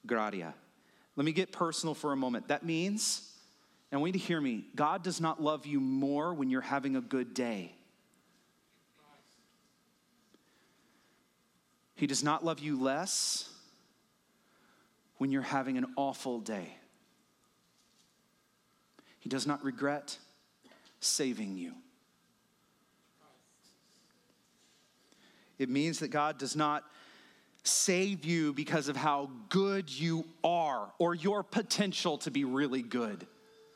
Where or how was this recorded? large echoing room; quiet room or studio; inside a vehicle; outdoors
large echoing room